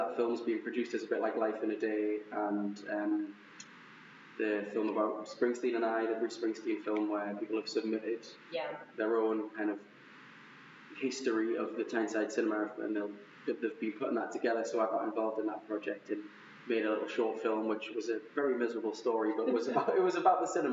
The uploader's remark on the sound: Another adventure in terrible audio